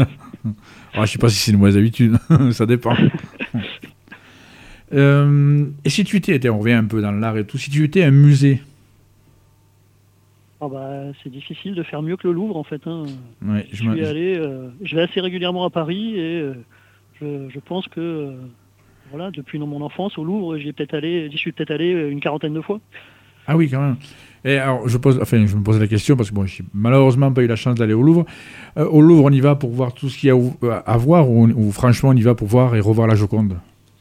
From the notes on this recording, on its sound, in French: reçoit par téléphone